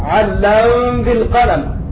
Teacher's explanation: لأن الميم إذا سكنت مع الباء صارت إخفاء شفويا